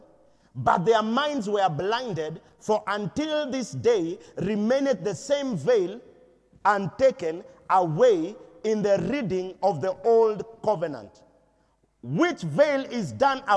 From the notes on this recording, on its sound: Preached at Deliverance church Eastleigh